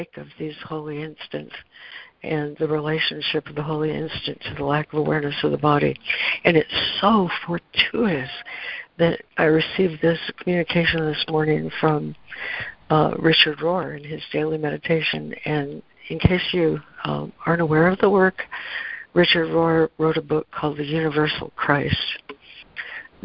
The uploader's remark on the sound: ACIM Daily Conference Call.